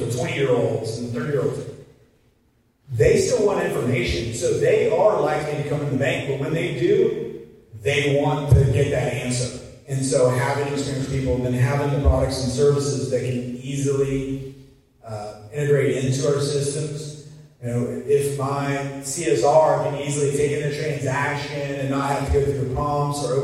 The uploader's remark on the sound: Clip 4 of My Keynote at the FSPA Conference